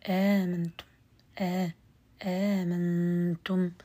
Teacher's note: قرأ ابن عامر بتسهيل الهمزة الثانية بدون إدخال